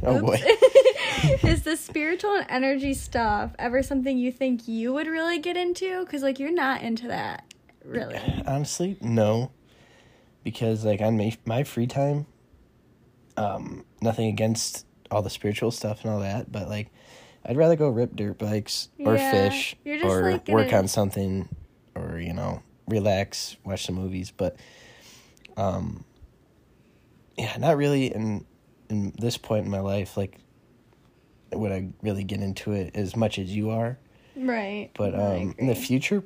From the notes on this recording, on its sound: apologies for any outside wind noise